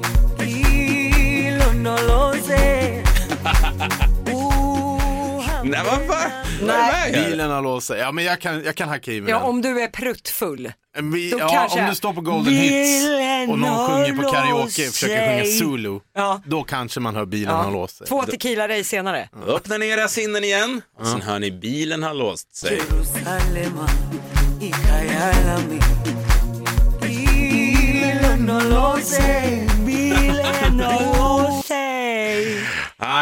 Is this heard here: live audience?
no